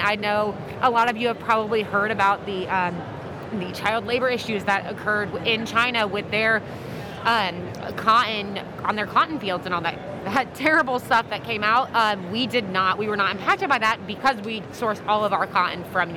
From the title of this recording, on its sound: Live from ISS 2022 In Long Beach